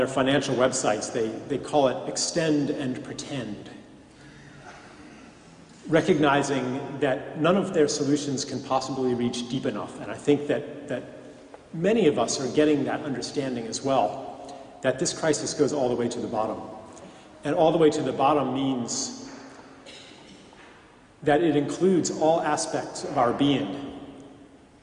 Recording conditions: live audience